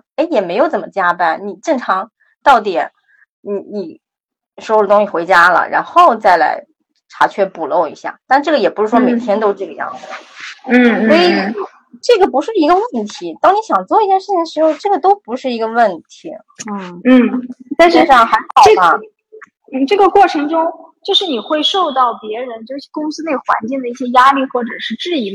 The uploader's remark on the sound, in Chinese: 采访了远在英国的一位“传奇”女子，所以环境里会有点杂音和回声。